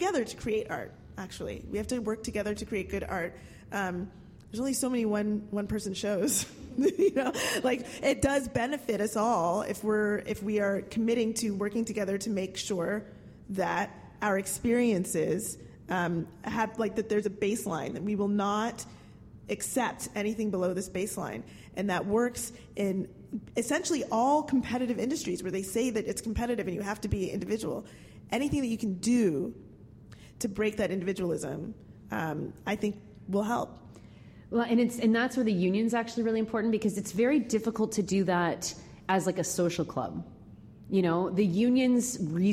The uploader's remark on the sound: Take lively questions from the audience. Jokes from the floor.